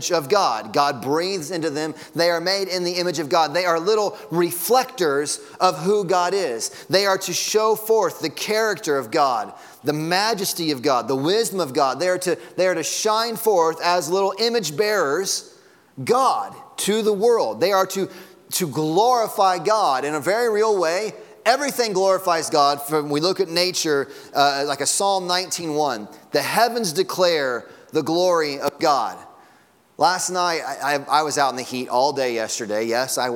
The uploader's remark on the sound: Sunday Morning Sermon Audio.